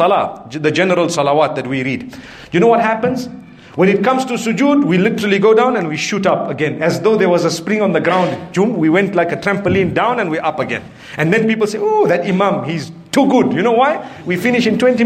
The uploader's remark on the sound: Lecture from the Arcadia Masjid in Harare Zimbabwe.